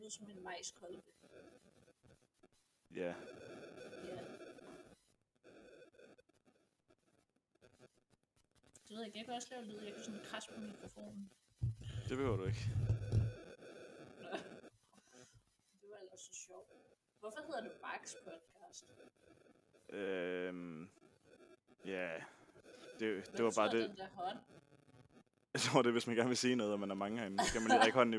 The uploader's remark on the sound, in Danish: Har endelig skaffet en mikrofon. Lyden sidder stadig ikke lige i skabet.